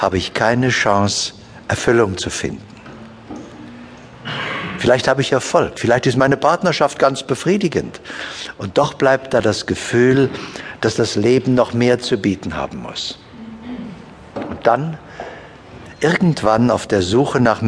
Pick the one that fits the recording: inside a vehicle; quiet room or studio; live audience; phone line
live audience